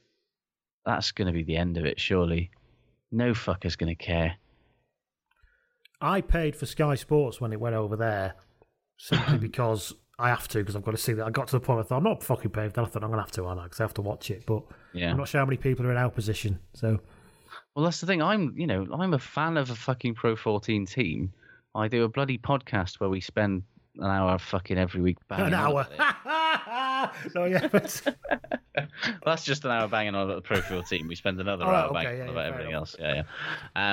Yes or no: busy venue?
no